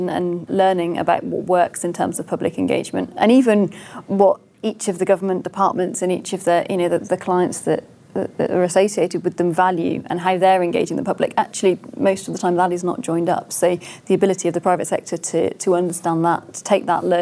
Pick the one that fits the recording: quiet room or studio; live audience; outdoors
live audience